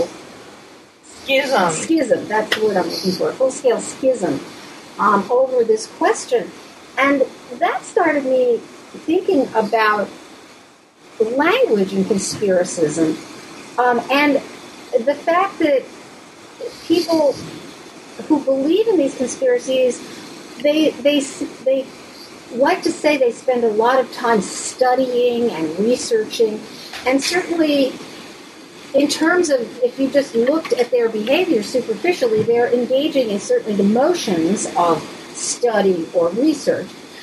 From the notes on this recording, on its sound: Audio is a bit wonky.